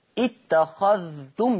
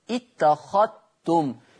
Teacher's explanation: قرأ ورش بإدغام الذال في التاء بشرط سكون الذال · Shown in: second take